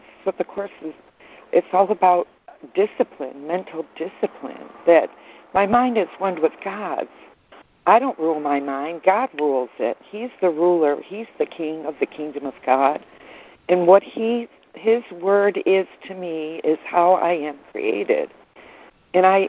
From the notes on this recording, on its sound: ACIM Daily Conference Call